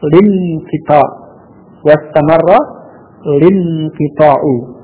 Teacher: Kemudian tadi diawali fi'il istamarra, A-nya pada hamzah wasal atau pada alif lam tidak perlu diucapkan · karena ini hamzahnya wasal, maka hamzah wasal pada inqita' tidak diucapkan